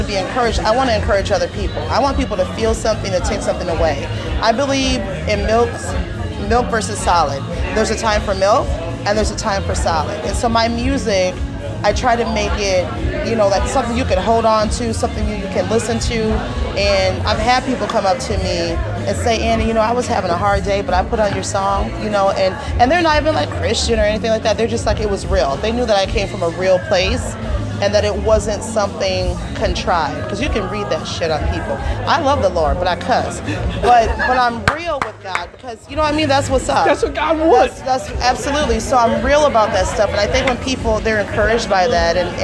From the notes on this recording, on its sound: Lancaster Roots and Blues Festival '17. During the Lancaster Roots and Blues Festival 2017.